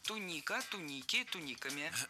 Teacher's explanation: Ударение в этом слове падает на второй слог во всех формах.